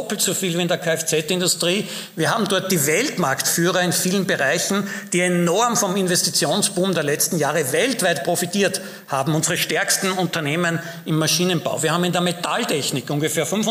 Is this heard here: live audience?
yes